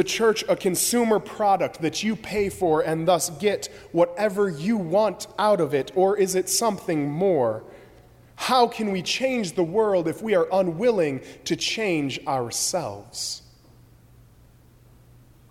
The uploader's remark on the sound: during the 11:00 AM service on Sunday June 4, 2017, at First Presbyterian Church of Arlington Heights, Illinois.